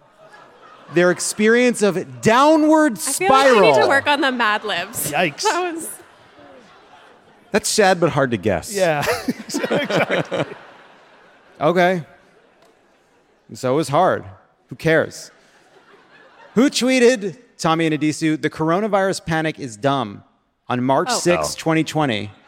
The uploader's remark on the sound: Live from San Jose!